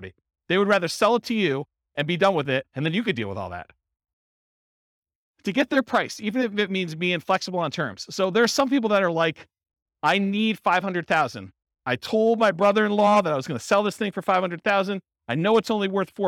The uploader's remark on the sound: This was a live class recorded. Berkeley, California.